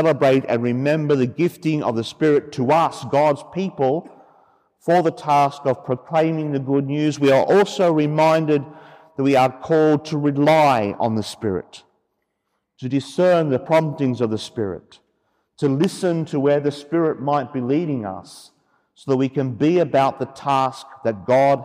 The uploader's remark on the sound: The homily for the Solemnity of Pentecost Sunday, Year B, from Sacred Heart Cathedral, Hamilton.